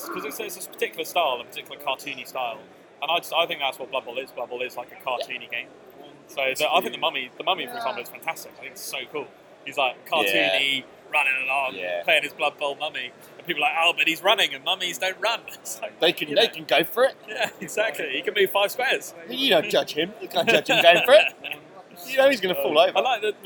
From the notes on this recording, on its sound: LIVE from the LGT. LIVE from the venue.